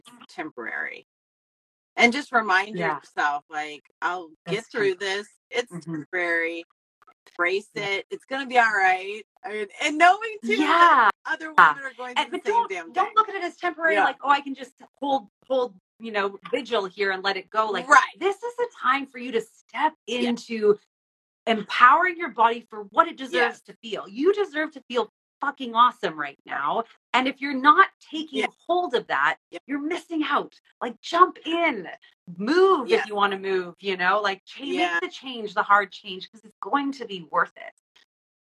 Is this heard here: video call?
yes